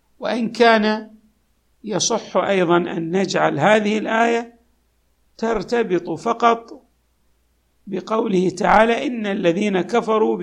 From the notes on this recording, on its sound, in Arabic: تسجيلات جامع الامام علي عليه السلام الأحساء المبرز